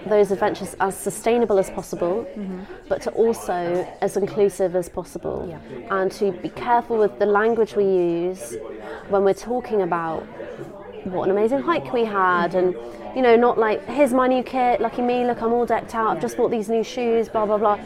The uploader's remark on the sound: live from the Kendal Mountain Festival